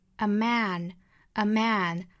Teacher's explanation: 这个 man 注意这个元音呢是一个 a 上下开口度是两指的一个 a